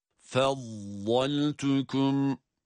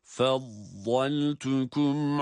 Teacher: vad harfinde istitale sıfatı sebebiyle harfi çıkarırken birazcık oradaki mahreç sesini uzatıyoruz. Bakınız, vat harfini med yaparak değil, mahreçten çıkan sesi çıkarma anında uzatıyoruz.